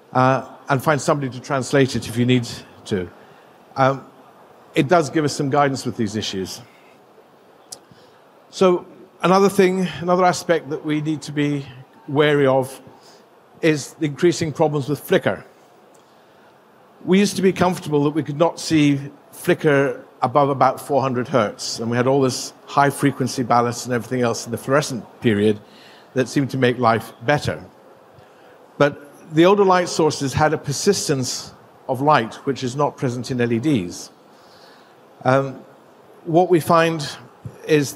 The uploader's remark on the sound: Presented at GILE 2023